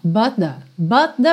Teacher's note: But com the, você já junta num som só.